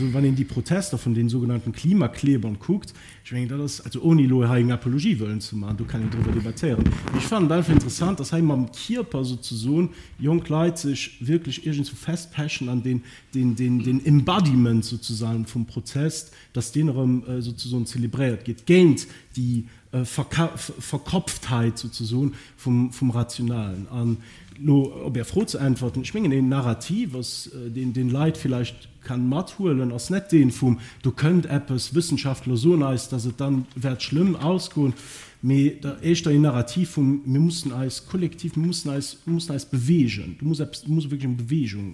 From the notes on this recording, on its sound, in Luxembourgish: D'Opnam vum Ufank vun der Table Ronde lauschteren wou op der Jubiläumsfeier stattfonnt huet. Leider ass d'Opnam no circa 50 Minuten ofgebrach ginn wéinst engem technesche Problem.